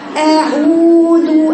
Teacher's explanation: اه لا دي صفه جهر، صح صح قويه، يعني ما يخرجش فيها نفس. لا يبقى وتبقى الهمزه العين كده قويه لانها ما فيهاش نفس